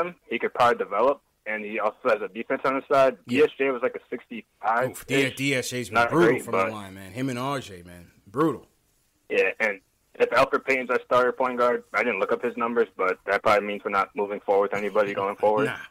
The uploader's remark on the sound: He also takes live phone calls from fans around the world!